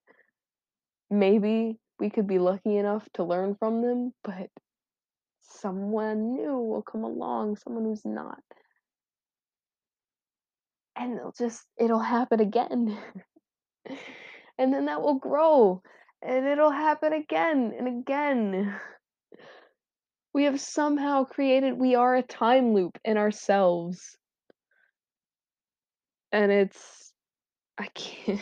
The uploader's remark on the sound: Still lots of dumb airy laughs and terrible mic quality though.